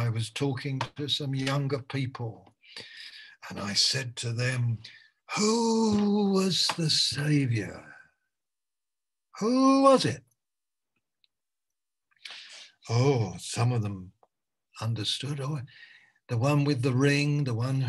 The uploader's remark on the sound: Malaysia Meets (Zoom)